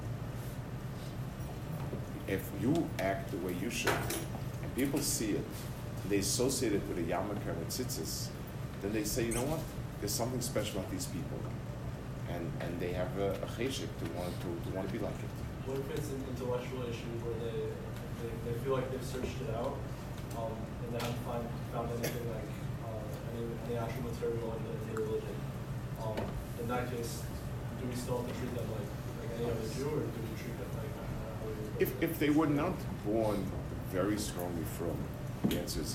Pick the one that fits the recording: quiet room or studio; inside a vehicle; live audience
live audience